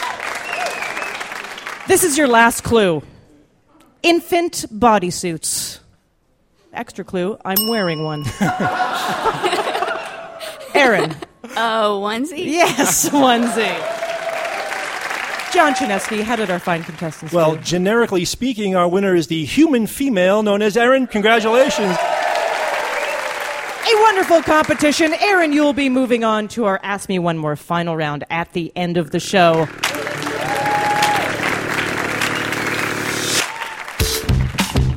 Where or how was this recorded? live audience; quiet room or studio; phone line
live audience